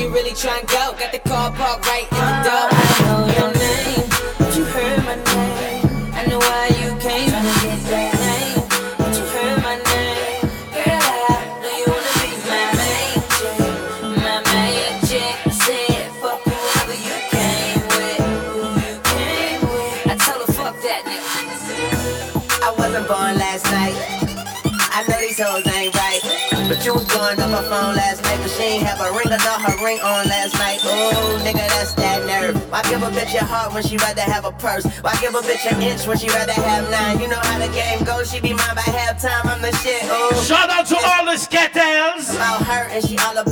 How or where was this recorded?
busy venue